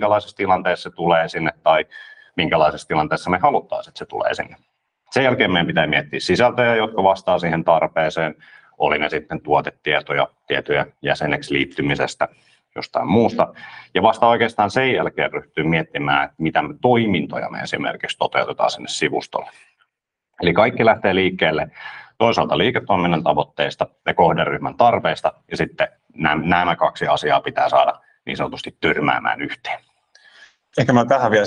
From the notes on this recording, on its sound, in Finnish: Tämä on äänitallenne Lianan webinaarista.